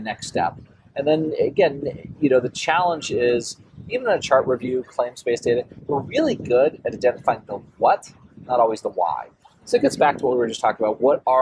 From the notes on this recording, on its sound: Listen to this live podcast from the 2023 American Society of Clinical Oncology (ASCO) Annual Meeting.